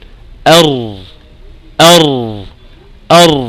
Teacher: الراء فيها انحراف أيضا إلى ظهر طرف اللسان، وميل قليل إلى جهة اللام